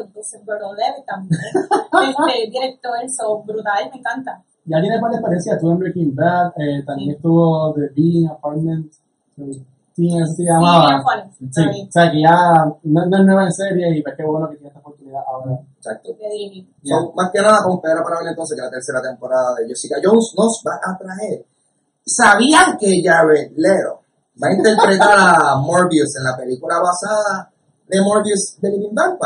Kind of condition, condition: fault, poor sound quality